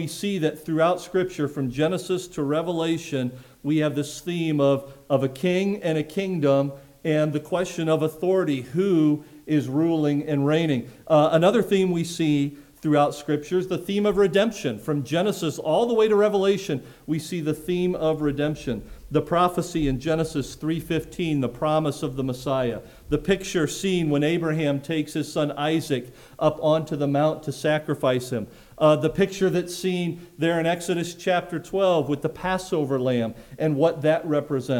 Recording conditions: large echoing room